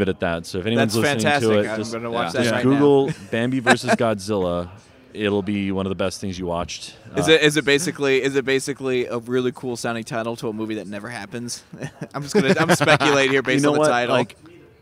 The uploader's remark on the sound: straight from Phoenix Film Festival 2016!